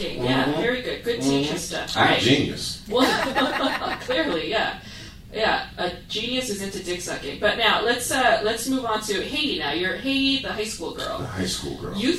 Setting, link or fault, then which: setting, live audience